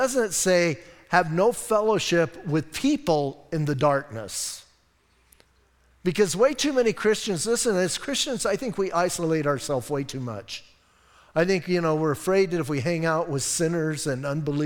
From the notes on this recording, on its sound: Audio messages from Calvary Chapel in Sierra Vista